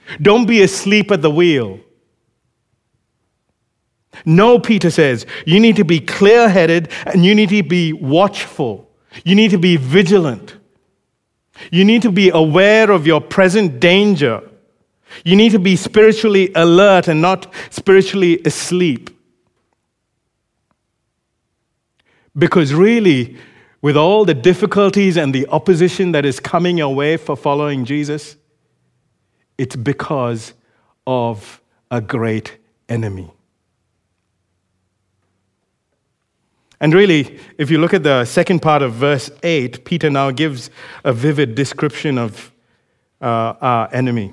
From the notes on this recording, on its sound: recorded live at Grace Community Bible Church